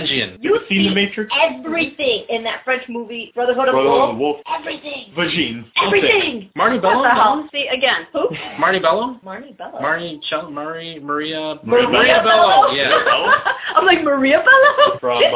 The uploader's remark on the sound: we recorded in standard audio